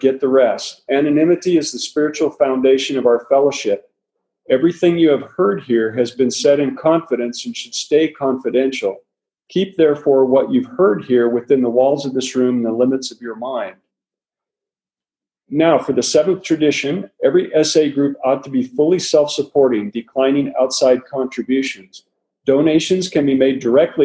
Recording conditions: video call